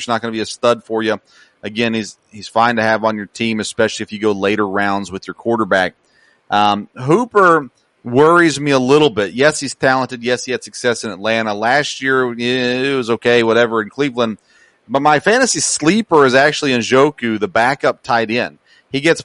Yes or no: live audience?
no